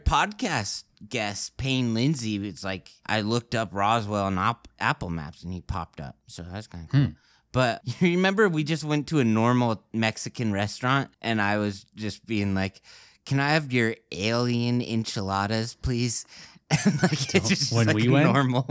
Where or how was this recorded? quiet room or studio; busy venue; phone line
quiet room or studio